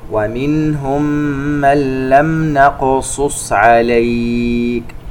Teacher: نون ساكنة وبعدها حرف اللام إدغام بغير غنة